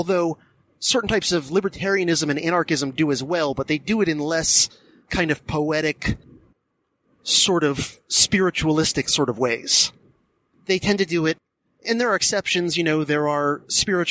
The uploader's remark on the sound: I recorded a "silver bullet" DHP episode (meaning one recorded during my commute to work.)